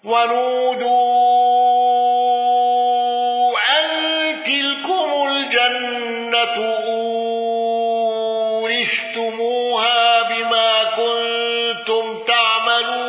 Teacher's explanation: الأزرق بالإشباع وفتح الياء وقصر البدل وثلاثة العارض